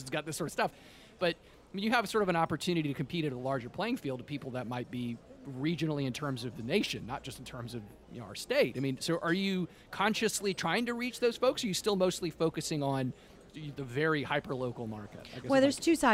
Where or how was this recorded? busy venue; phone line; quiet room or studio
busy venue